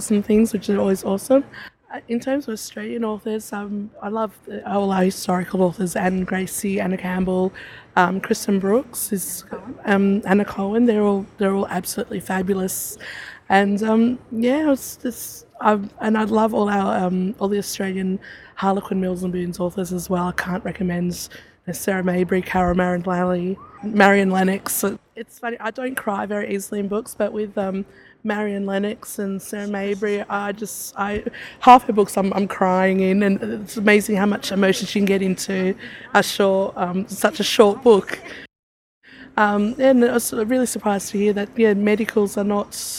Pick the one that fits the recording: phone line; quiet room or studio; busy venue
busy venue